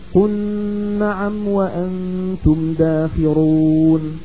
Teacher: الكسائي يدغم اللام من قل في النون من نعم، فيصير النطق بنون مشددة